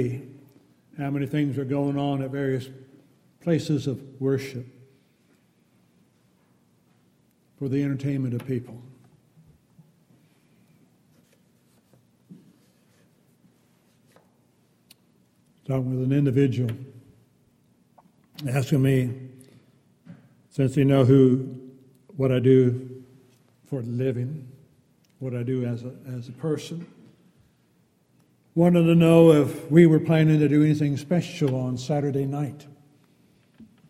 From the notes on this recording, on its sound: Downtown Church Of Christ Audio Sermon